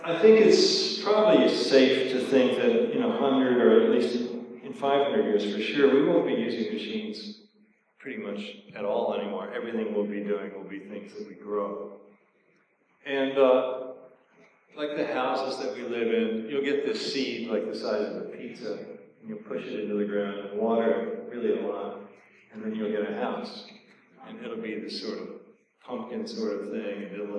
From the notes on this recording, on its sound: A talk at the Transhuman Visions conference at Fort Mason in San Francisco. Some good laughs from the crowd. The sound quality is poor, as there was an echo in the hall.